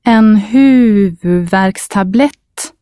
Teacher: Repeat the word after you hear it again and try to stress the first and last syllable clearly. The first stressed syllable carries a long U sound, and the word ends with a long T sound. The trick is to concentrate on these two stressed syllables and kind of rush through the middle bit.